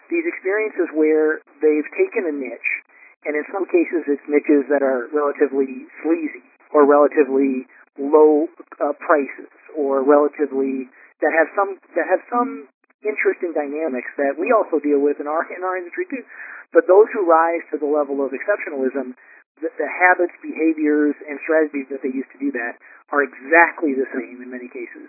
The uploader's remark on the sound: Inner Circle Teleconference